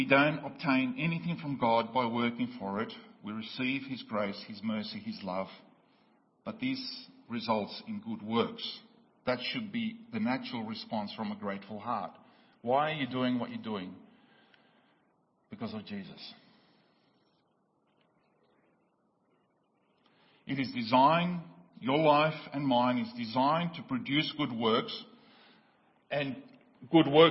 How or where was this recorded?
large echoing room